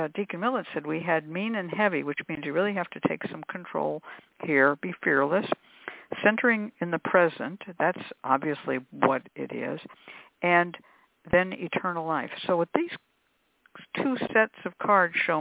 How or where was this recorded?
phone line